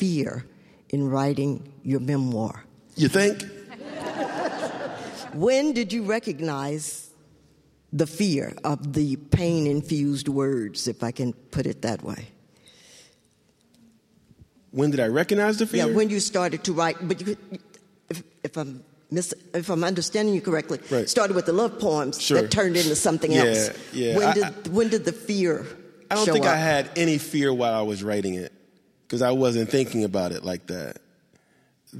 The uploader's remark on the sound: In front of a live audience in Berkeley, California.